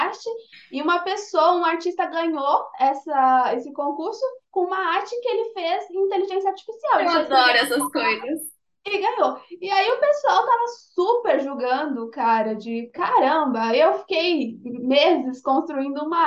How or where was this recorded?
video call